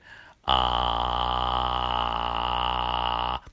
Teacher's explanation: でも声帯をちょっと震わせるあーでこれ高い音になるとあーあー高い音になってくるとあの声帯を閉じたまま空気をちょっと強くしていくんですね下からお腹から上がってくる空気が強くなると高い音が出るようになる低い音の時に空気はそんなに低い音で「あー」とかあんまりこう空気をやりすぎると喉を痛めてしまいますもうリラックスした状態で低い音で「あー」こうブルブルブルっと声帯が震えてる